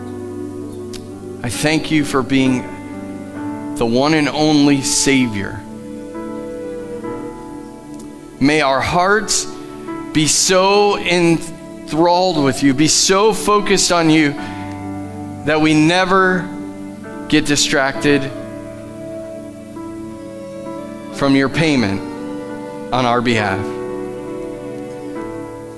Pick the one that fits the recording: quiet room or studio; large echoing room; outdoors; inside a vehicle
large echoing room